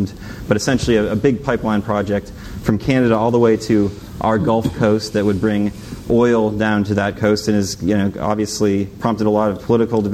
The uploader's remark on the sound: panel at The Texas Tribune Festival on Sept.